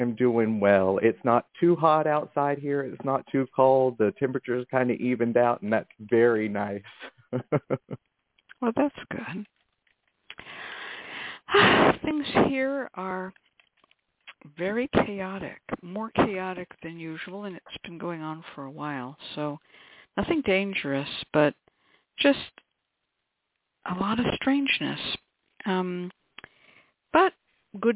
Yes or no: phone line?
yes